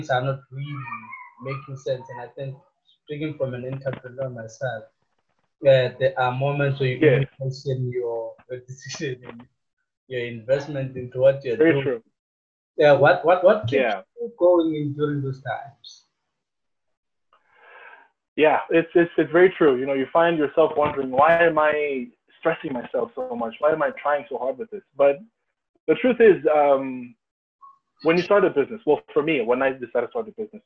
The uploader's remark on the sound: Note the audio was captured from Zoom video call and sound quality may be poor.